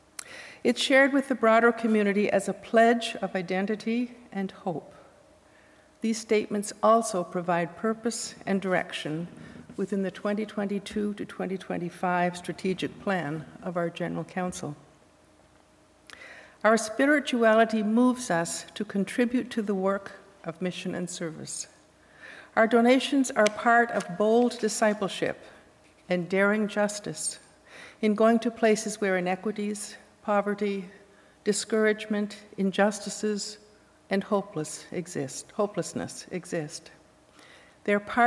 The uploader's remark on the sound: Live Worship Service